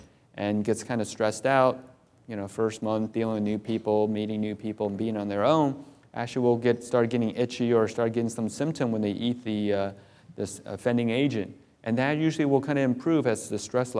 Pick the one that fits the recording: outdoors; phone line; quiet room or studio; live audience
live audience